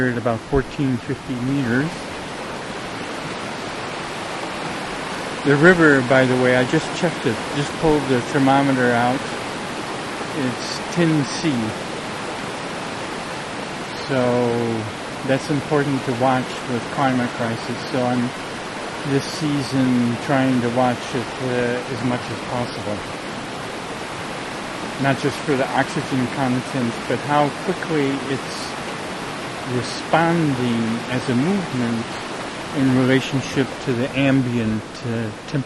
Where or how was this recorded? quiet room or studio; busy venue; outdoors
outdoors